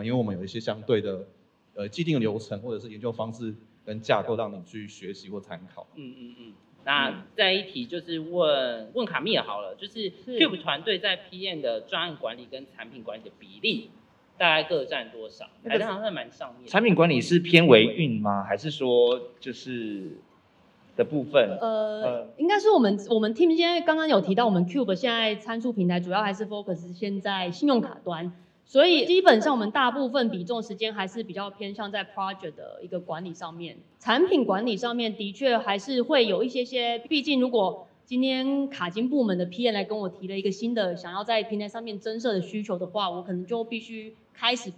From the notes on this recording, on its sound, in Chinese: 本集節目首度實體化，以小聚交流形式呈現的現場錄音！因為現場收音的關係，音質還請多多包涵。